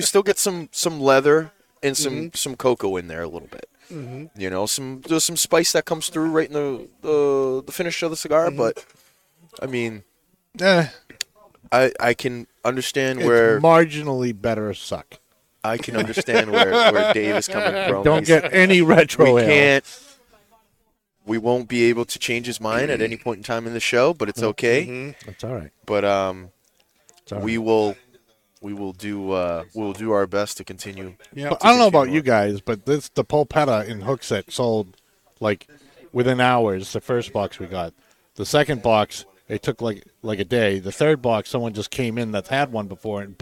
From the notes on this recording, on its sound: Recorded live from the 7-20-4 Lounge!